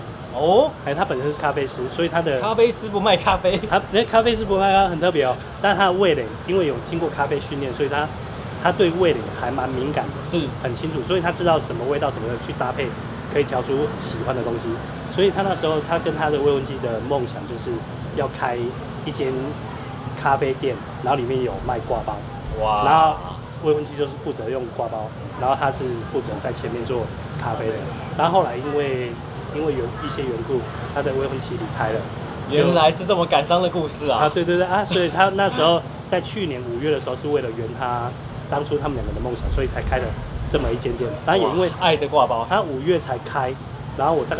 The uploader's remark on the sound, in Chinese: 錄音地點：Chen Coffee